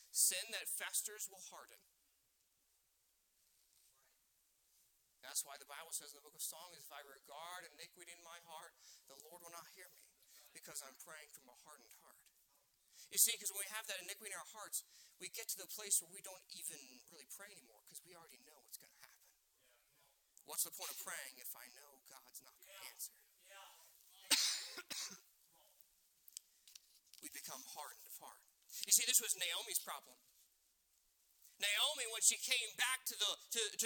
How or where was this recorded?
large echoing room